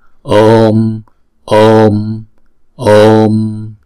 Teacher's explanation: chữ O là diphthong, chúng ta sẽ đọc hai nhịp trước khi chúng ta đóng chữ O nó lại bằng một anuswara